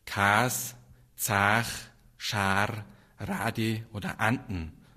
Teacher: Zu unterscheiden von dem hellen A. Das Merkmal vom Bayerischen ist das überhelle A.